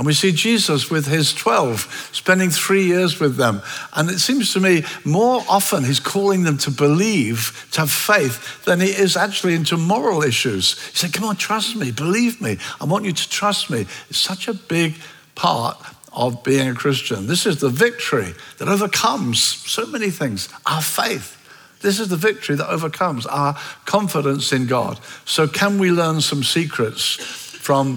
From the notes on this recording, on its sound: at Common Ground Church Rondebosch on the 25th of February 2024